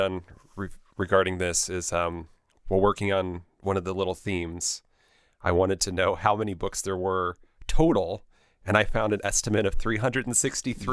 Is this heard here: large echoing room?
no